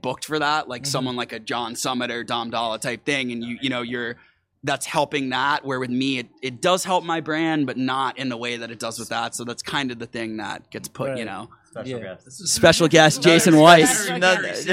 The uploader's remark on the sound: Shot live from the Pool Day Club "PDC".